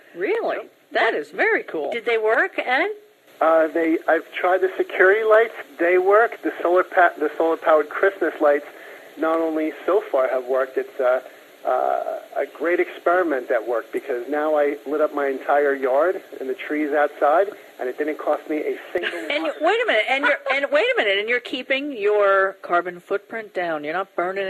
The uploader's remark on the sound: called